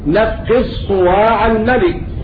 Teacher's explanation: تضغم الدال في الصاد